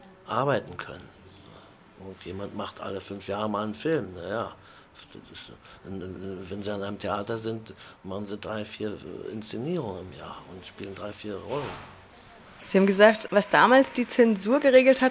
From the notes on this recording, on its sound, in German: Das Interview entstand auf dem Filmfestival Max Ophüls Preis 2011 in Saarbrücken.